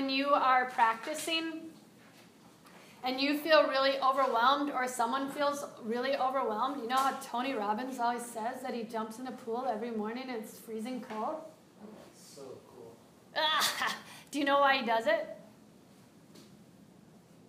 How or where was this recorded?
live audience